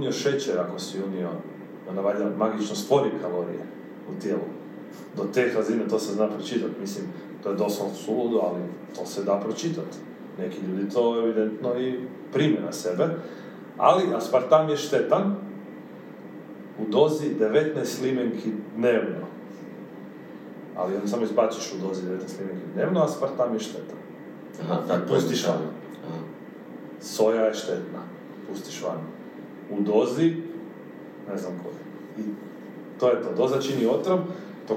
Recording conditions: poor microphone